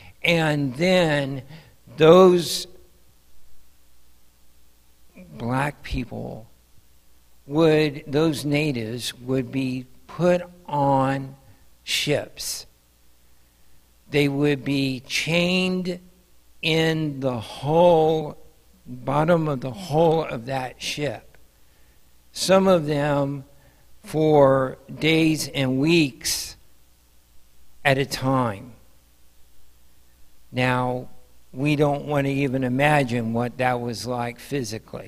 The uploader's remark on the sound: Mt. Zion Church Live!